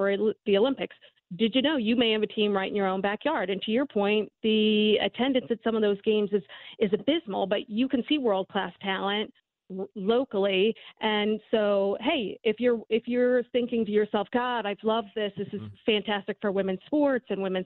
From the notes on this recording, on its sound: field a bunch of polarizing phone calls.